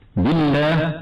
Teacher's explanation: نعم، بالله الباء مرققة لأنها ليست من الحروف التي تفخم دائما المجموعة في قول الشيخ رحمه الله خص ضغط قر، فحروف خص ضغط قر تفخم دائما في جميع أحوالها. بالله اللام مرققة في لفظ الجلالة لوقوعها بعد كسر، وتفخم لام لفظ الجلالة إذا سبقت بضم أو فتح.